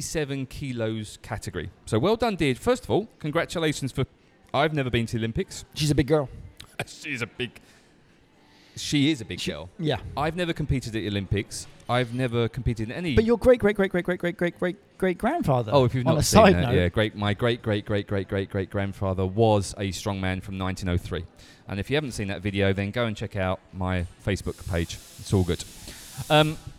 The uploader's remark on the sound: Recorded at Coffee Lab